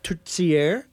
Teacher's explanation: the T sound, which is like kind of a TS sound combination